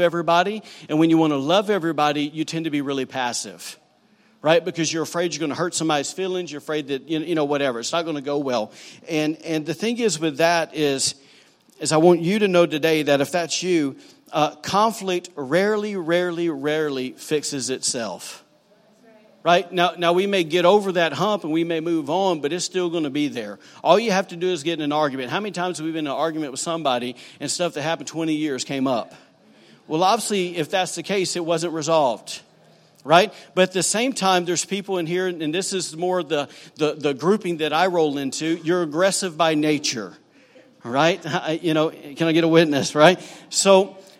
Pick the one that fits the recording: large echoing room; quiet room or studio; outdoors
large echoing room